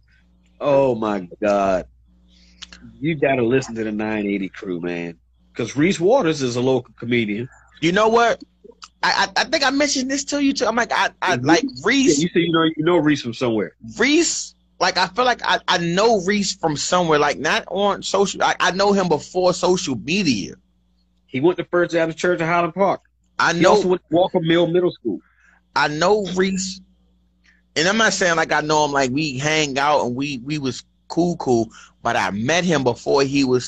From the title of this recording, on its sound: Live from IG